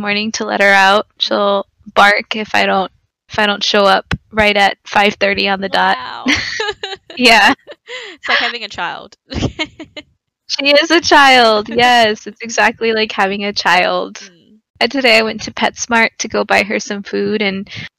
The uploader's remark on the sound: Sorry about the audio.. The perfectionist in me is not pleased but it is what it is...